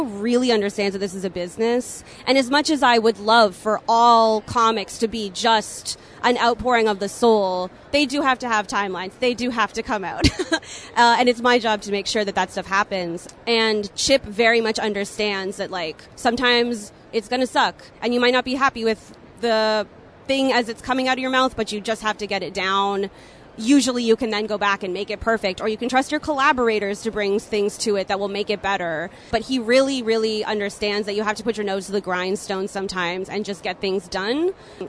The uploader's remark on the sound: recorded at Toronto Comicon